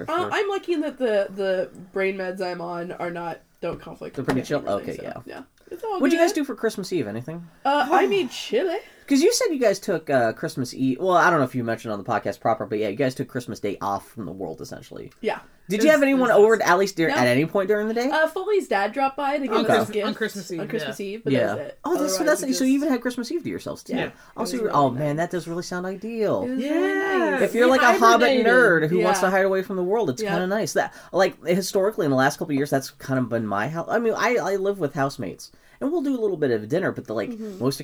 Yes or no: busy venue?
no